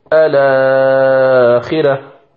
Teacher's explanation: يجوز عند الابتداء بهمزة الوصل أن تقول الآخرة بالقصر أو بالتوسط، الآخرة أو بالطول الآخرة · Term: مد البدل